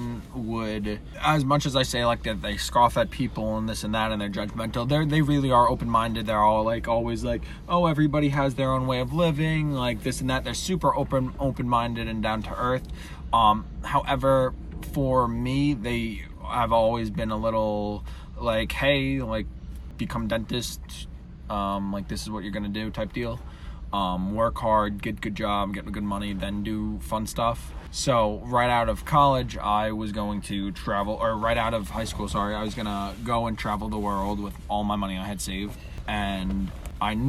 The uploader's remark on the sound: Ever heard of someone recording a podcast while driving? While driving in the middle of the night.